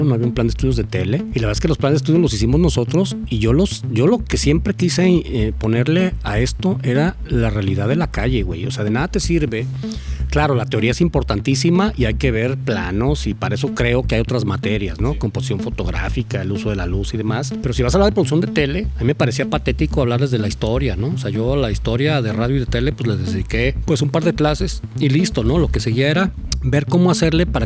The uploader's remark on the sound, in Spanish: Una larga plática en el jardín de su casa.